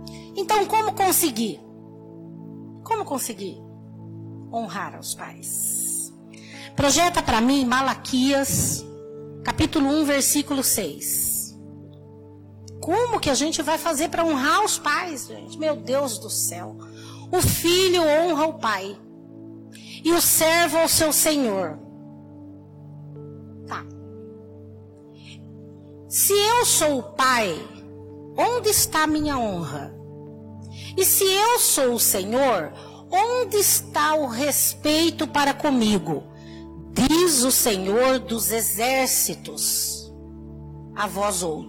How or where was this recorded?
large echoing room